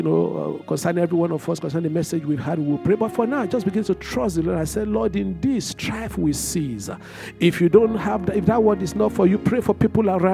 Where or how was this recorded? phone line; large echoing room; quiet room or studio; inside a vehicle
large echoing room